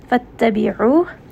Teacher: ayn is going to be from the middle of the throat, and this is a 2-count med.